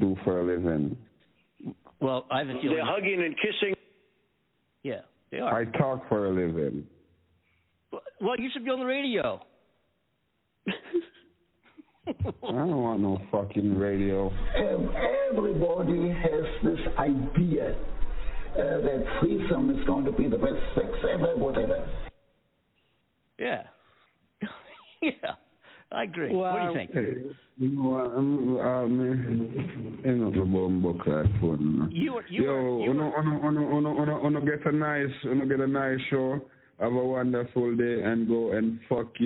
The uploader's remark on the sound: In this episode, we decided to call back a phone scammer claiming to be Publisher's Clearing House Dash For Cash.